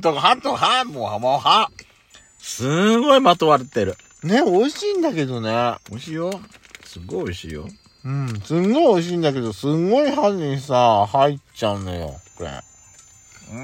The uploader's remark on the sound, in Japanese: パーキング収録。咀嚼音はご容赦ください。